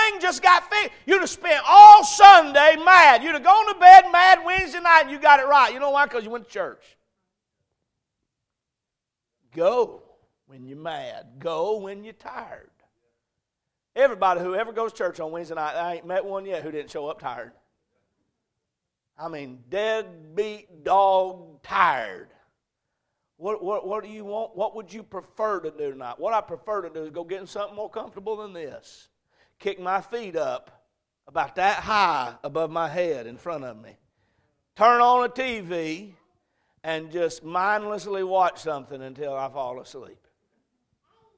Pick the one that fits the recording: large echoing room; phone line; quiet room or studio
large echoing room